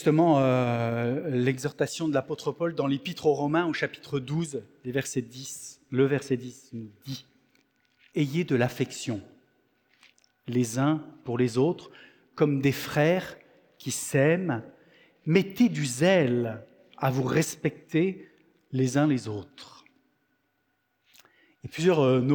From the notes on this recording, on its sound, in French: Enregistré à l'église CVV, le 17/09/2023